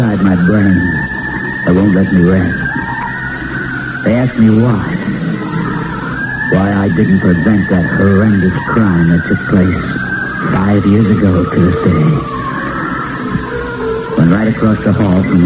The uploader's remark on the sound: Recorded onto one of his reels. The audio quality is not that good.